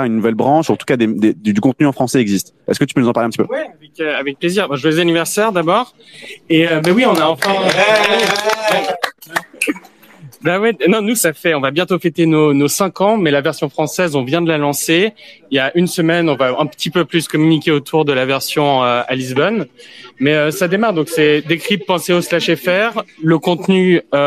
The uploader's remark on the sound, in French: En direct depuis la NFT Factory